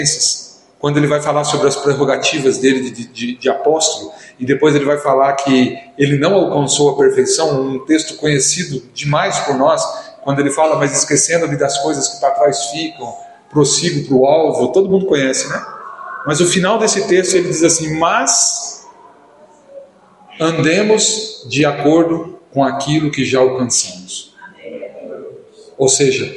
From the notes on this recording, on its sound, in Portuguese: no culto do dia 20/08/2023